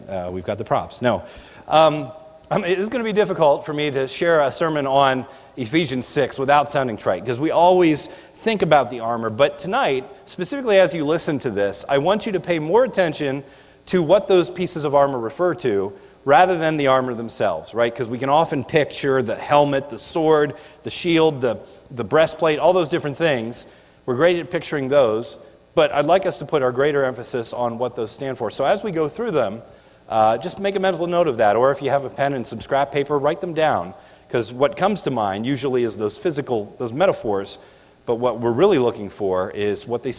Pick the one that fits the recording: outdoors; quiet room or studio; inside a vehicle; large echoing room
large echoing room